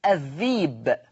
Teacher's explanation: الذئب تبدل ياء، تبدل ياء فتصير الذيب · Term: الإبدال